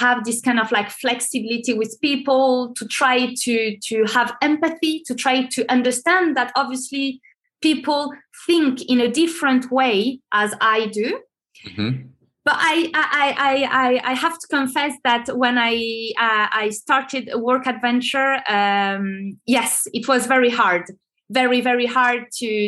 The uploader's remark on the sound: This episode was recorded through a Zoom-call on November 24, 2021.